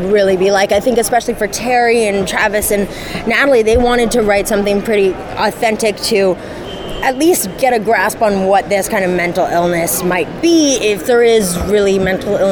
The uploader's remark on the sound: Taped at NYCC